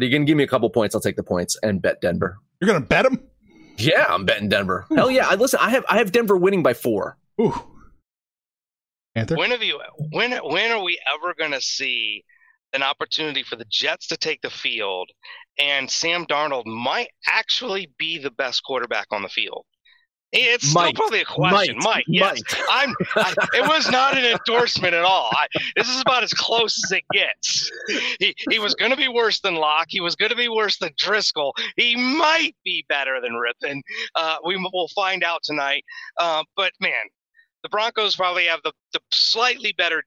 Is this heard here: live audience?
no